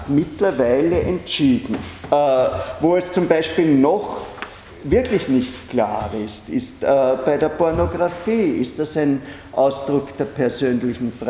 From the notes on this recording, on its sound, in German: Diese Vorlesung wurde von Studierenden aufgenommen